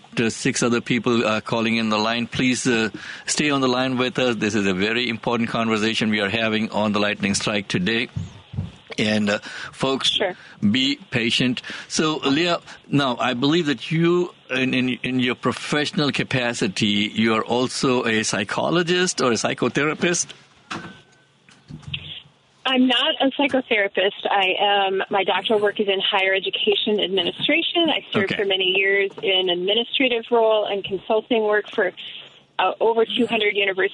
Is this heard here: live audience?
no